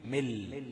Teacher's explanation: فمن لدنه هيبقى أقلب النون للام تبقى مل وليس من، من لدنه مش من لدنه، مل باللام فقط بدون نون